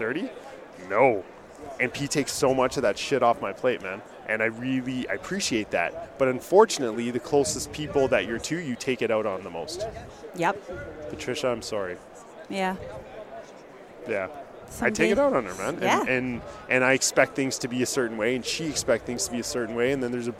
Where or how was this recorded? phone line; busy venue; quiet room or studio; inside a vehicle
busy venue